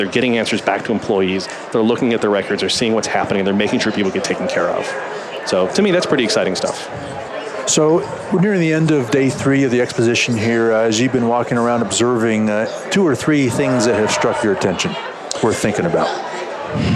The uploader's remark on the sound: LIVE from Las Vegas, at #HRTechConf